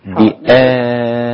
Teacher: لازم تحقق الهمزة بآية مش بيا بيا لا ده اسمه تسهيل بآية.